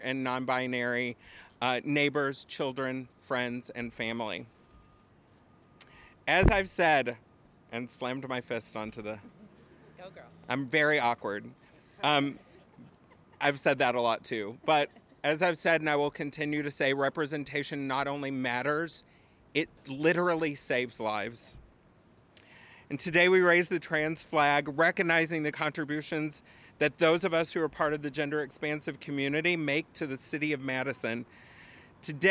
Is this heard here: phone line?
no